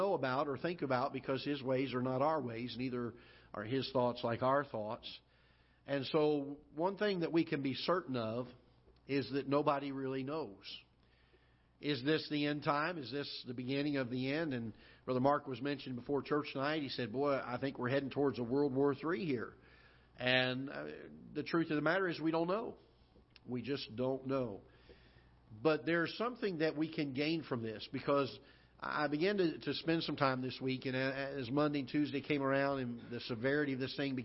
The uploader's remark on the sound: Ketha Heights Baptist Church ~ Live Broadcast